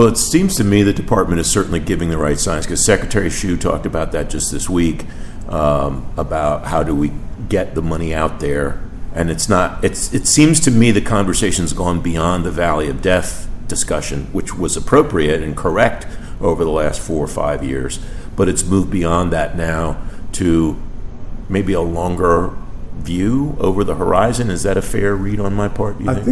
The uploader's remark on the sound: In this exclusive conversation on the sidelines of an event the Navy League’s Center for Maritime Strategy co-hosted in Arlington Tuesday.